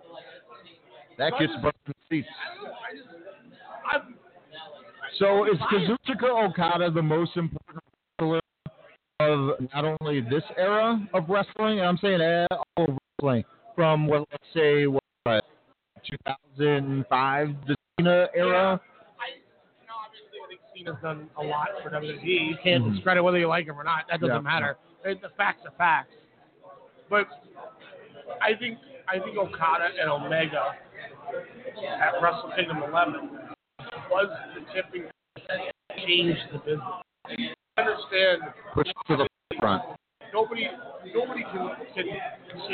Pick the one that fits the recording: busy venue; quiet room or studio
busy venue